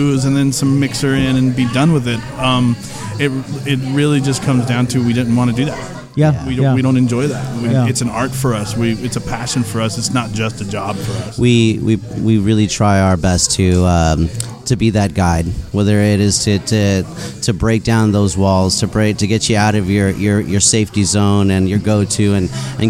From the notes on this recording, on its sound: Today we record live from the 2nd Annual Orange County United States Bartenders Guild's Tiki Meeting hosted by Tiki Farm, the world's largest manufacturer of tiki mugs.